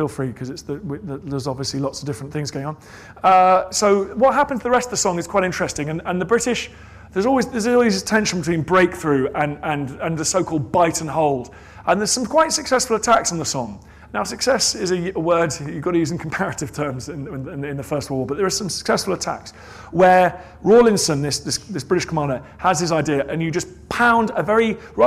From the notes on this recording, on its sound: Recorded at Chalke Valley History Festival 2016.